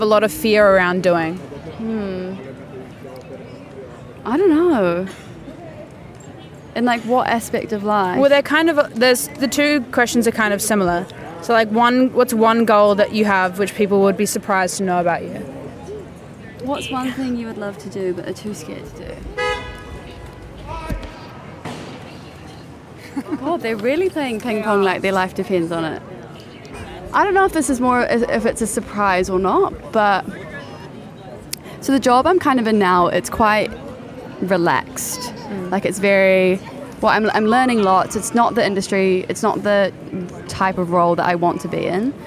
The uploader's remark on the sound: outdoor episode in soho